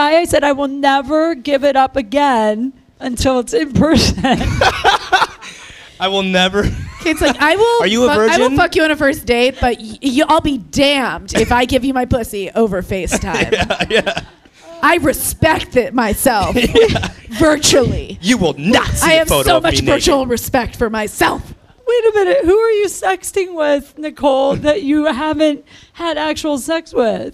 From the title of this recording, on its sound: LIVE IN CLEVELAND